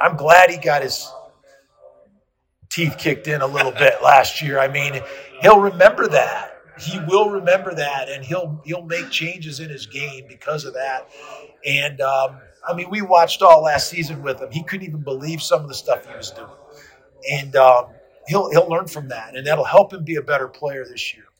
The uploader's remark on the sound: Live from Circa Las Vegas. Mountain West Media Days.